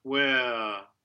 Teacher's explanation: we're going to the open epsilon e, followed by a schwa that's really replacing the R